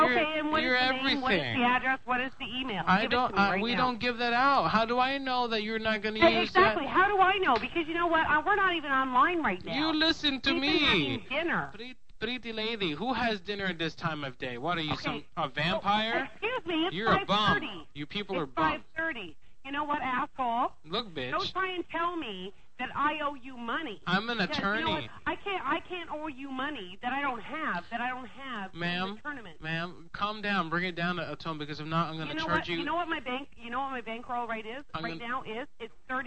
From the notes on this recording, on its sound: Prank Phone Calls Collection